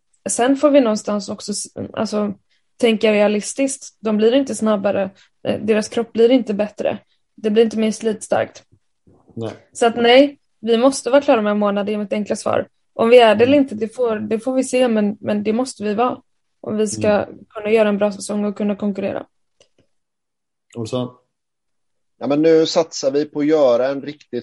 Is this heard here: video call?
yes